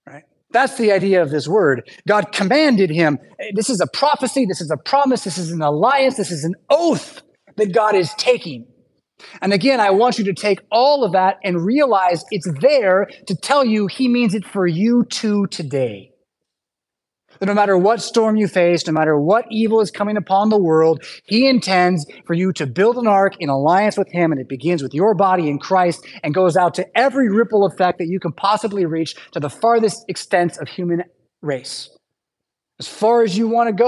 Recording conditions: large echoing room